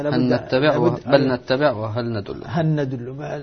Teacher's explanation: الإدغام هو أن يصبح الحرفان حرفا واحدا مشددا كالثاني فصار هنا نون مشددة تقتضي منا إشباع الغنة